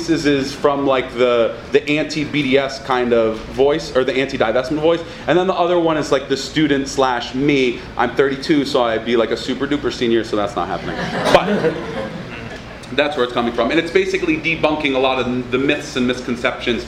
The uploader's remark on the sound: This workshop was presented at the Socialism 2014 conference in Chicago on June 26th. It was part of a track of radical art talks done every year at the Socialism conference.